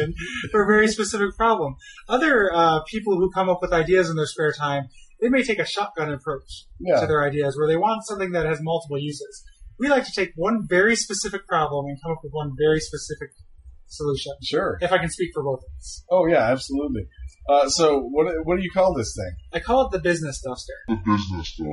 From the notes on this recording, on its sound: Apologies for the sound quality.